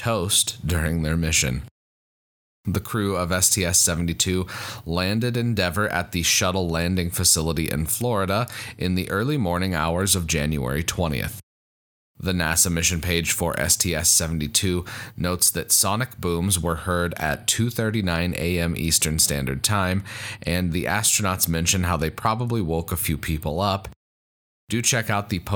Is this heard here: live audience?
no